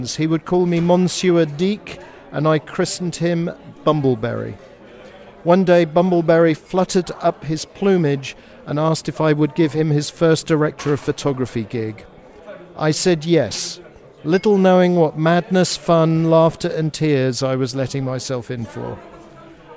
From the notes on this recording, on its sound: Special Episode at Camerimage. At the Horzyca Theatre for a live conversation.